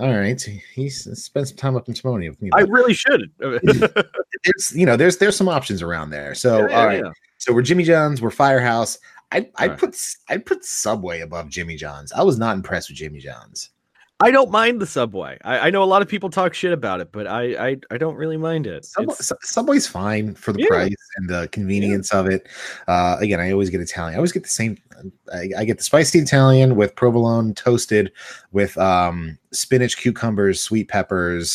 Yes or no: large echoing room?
no